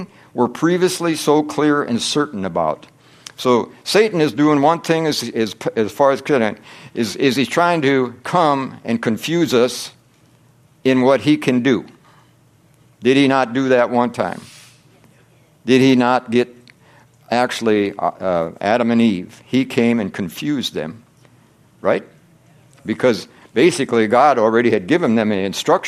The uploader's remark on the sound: from the Wednesday service on September 27, 2023 at Harvest Bible Church in Stockton, California.